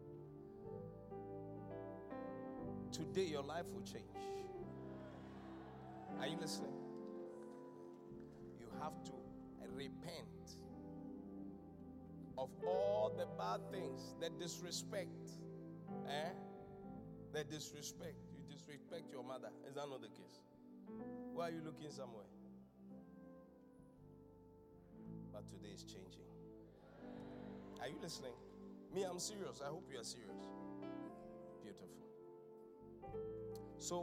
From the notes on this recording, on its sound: Encounter Service. Preached at The Qodesh.